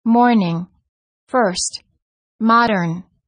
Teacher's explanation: The R before a consonant is also always pronounced in American English, but generally not pronounced in British English. Americans say morning, first, modern.